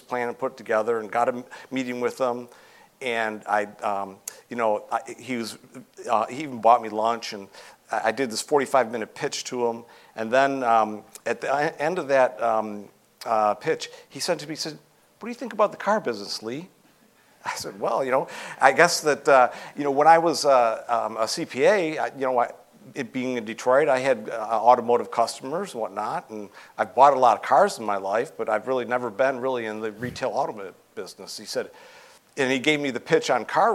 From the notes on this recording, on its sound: live interview at LHPH Summit 2022